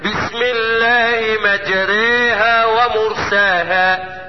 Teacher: اما راح بالفتحة ناحية الكسرة راح بالالف ناحية مين؟ ما راح ما قلبهاش ياء، راح بالالف ناحية ياء · Term: امالة